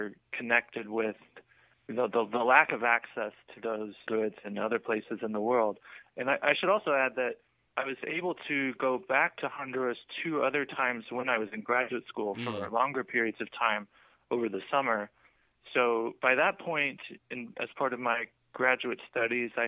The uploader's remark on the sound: This episode was recorded late this past summer and features the return of phone interviews!